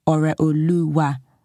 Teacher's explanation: And there's a dot under the O and a dot under the E to show that it is Ore and not Ore. And there's an accent on the U and the A to show that it goes Ore Oluwa, goes up and down